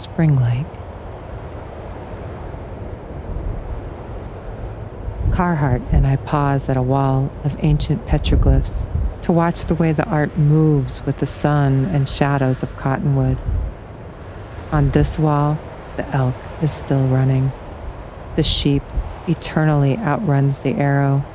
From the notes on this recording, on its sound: Outdoor audio recorded at Oregon Trail Ruts State Historic Site near Guernsey, Wyoming.